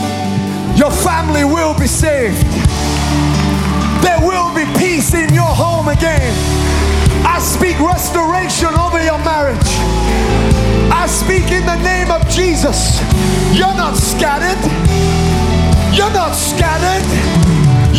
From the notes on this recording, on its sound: Recorded live at Planetshakers Church (Melbourne).